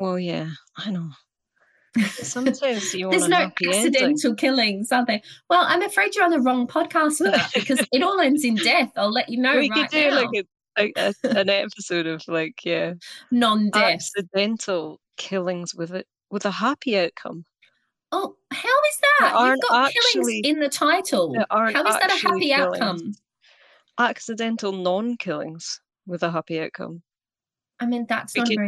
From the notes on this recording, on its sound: We recorded this one on Zoom so it's a little bit glitchy this month.